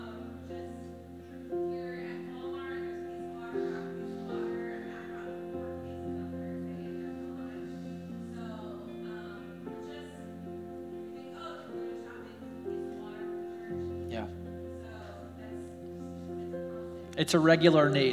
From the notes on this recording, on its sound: We're glad to share our service audio